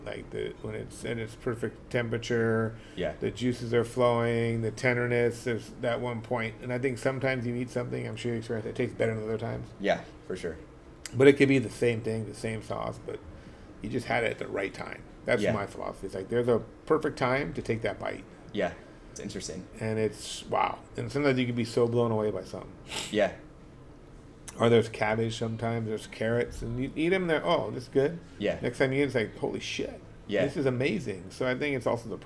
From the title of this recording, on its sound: LIVE from Mélisse